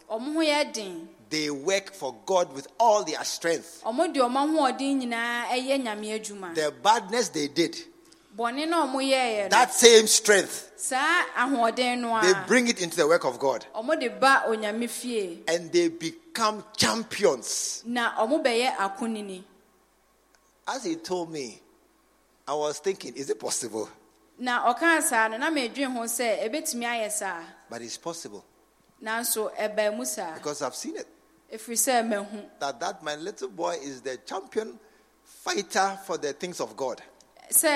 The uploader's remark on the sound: Preached at the True Vine Cathedral, Bantama